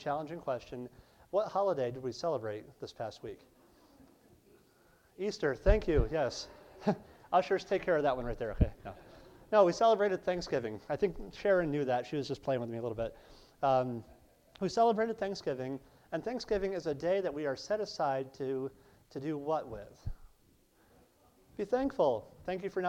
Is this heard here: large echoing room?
yes